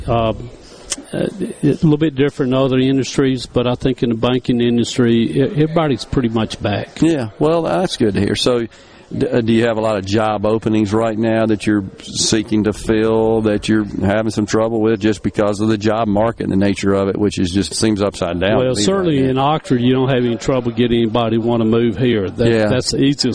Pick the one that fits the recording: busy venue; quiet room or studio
busy venue